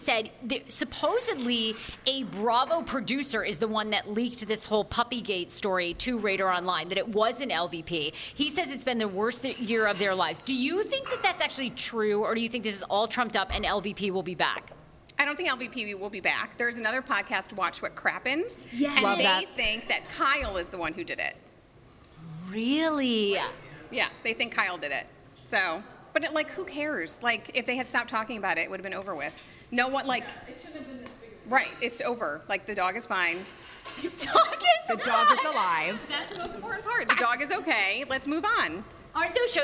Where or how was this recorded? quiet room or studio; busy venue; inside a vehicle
busy venue